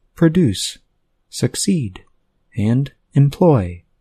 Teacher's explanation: Now consider the words produce, succeed, and employ. These are all verbs with two syllables. They all have stress on the second syllable.